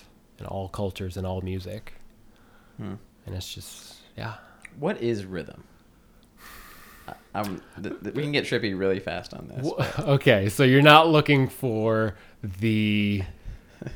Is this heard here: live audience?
no